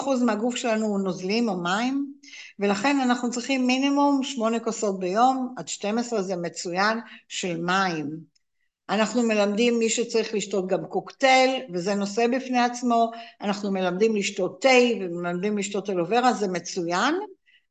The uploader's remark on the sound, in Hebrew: הקלטה של הרצאת זום